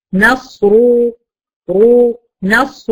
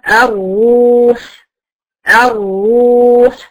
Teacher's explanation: الراء المفخمه برضو بص هتلاقي اقصى لسان برضو مرتفع فيها عشان اجيب التفخيم